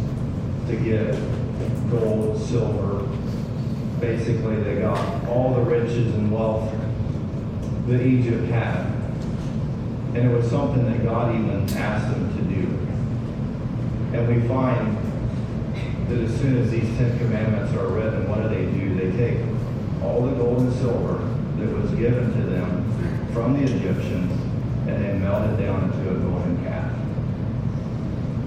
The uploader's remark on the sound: sorry for the poor audio quality